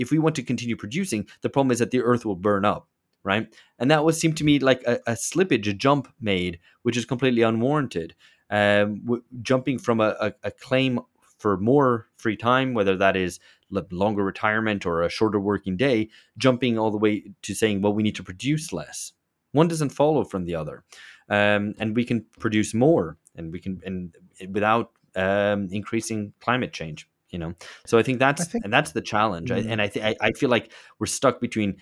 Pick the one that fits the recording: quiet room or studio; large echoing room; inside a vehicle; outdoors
quiet room or studio